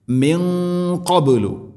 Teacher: സാക്കിന നൂന് ശേഷം ഖാഫ്, ഇഖ്ഫാ ബിഗുന്ന, അവ്യക്തമാക്കി മണിക്കണം. ഖാഫ് ഇസ്തിഇലാ അക്ഷരമാണ്, സ്വരഭാരത്തിൽ ഉച്ചരിക്കണം.